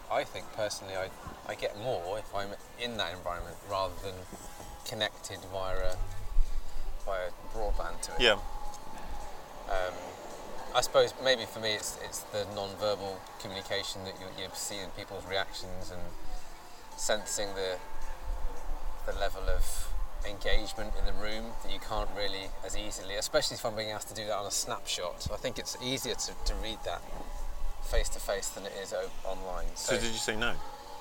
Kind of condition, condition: fault, wind noise